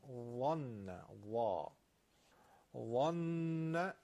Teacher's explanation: نوک زبانمون لای دندونامون میذاریم و اینو درشت میگیم. ظن و ظن دو حرکت هم غنه نون مشدد.